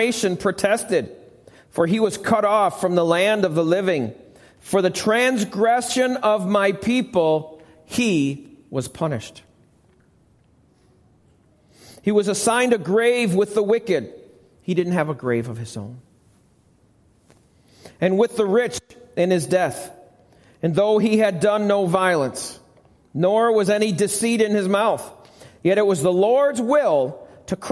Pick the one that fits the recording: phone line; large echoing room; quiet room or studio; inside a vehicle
large echoing room